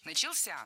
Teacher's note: В этом глаголе ударным должен быть последний слог, возвратная часть «ся», которая, кстати, часто находится под ударением.